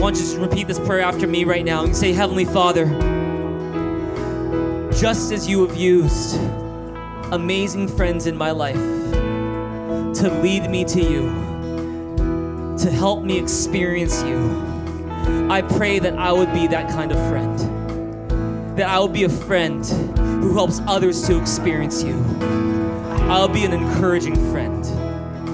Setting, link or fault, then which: setting, large echoing room